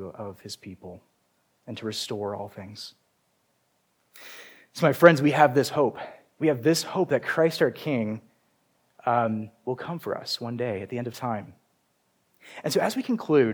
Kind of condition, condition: setting, large echoing room